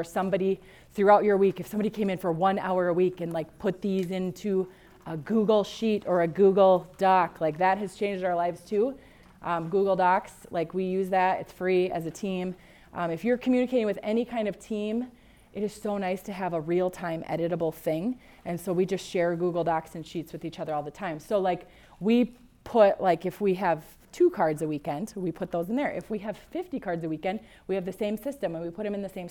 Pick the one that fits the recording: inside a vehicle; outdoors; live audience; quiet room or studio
live audience